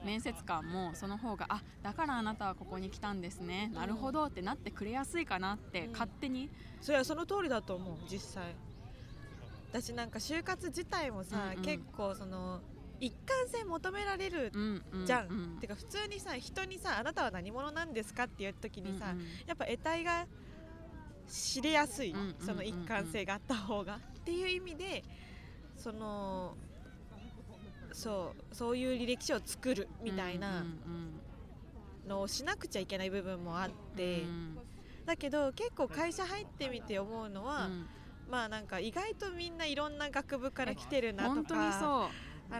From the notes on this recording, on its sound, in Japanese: お久しぶりの屋外収録です